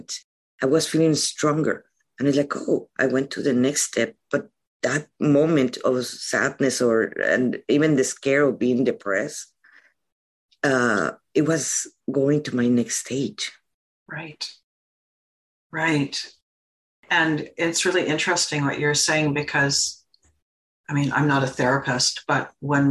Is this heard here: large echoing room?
no